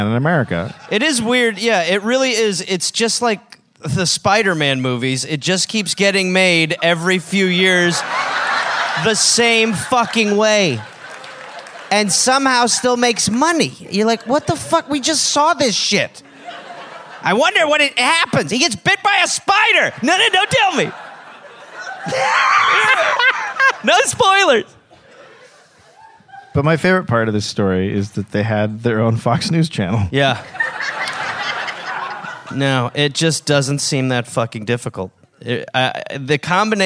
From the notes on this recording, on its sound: (Live in SF). Recorded live at Marines Memorial Theater.